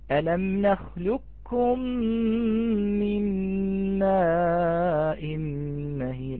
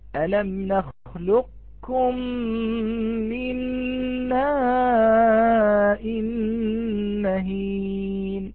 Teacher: فندغم القاف في الكاف الأولى وتبقى هذه الصفة، ثم الكاف الثانية تكون كاف مرققة · Shown in: second take · كاف مرققة، ألم نخلقكم من ماء مهين. · Term: صفة الاستعلاء